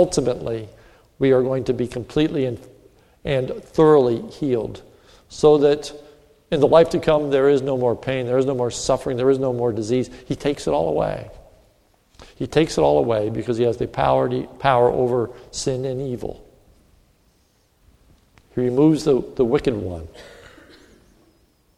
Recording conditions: large echoing room